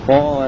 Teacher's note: هذه رواية قالون من فتح الطاء والهاء